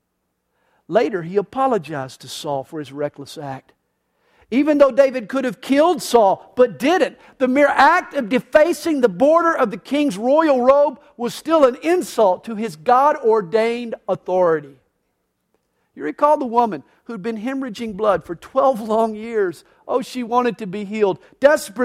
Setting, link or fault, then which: setting, large echoing room